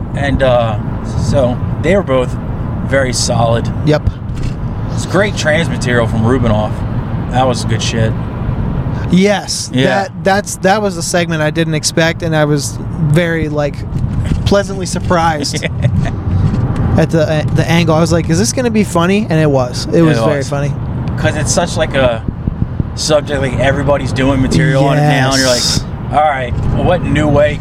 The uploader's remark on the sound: Road pod. On the way home FROM Are You Garbage live at Magooby's (Baltimore).